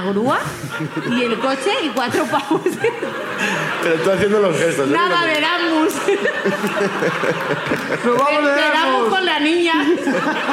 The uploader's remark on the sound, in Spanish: El público sube a contarnos